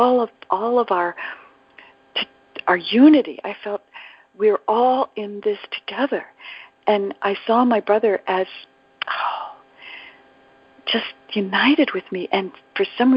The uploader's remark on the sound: ACIM Daily TEXT Conference Call.